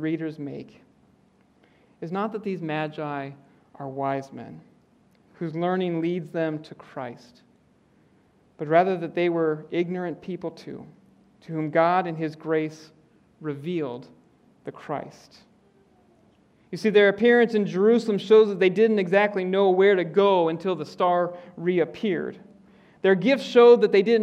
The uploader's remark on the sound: preaches in the Auditorium.